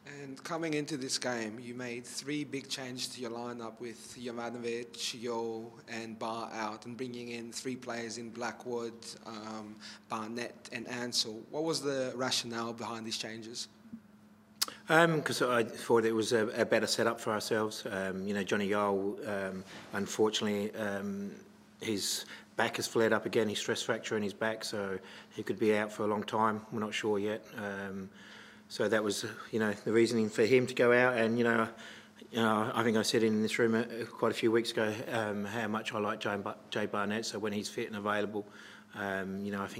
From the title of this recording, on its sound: post-match press conference